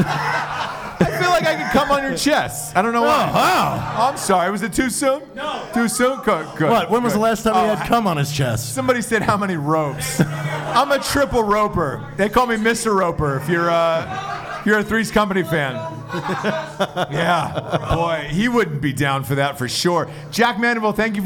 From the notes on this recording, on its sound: A live Christmas show in Wilmington, NC. Guests are invited on stage and someone's mom even calls in.